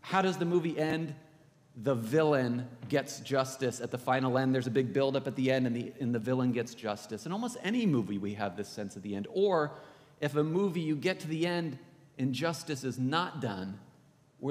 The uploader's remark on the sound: This is from the podcast, Anchored in Christ, coming to you from Old South Presbyterian Church in Newburyport, MA.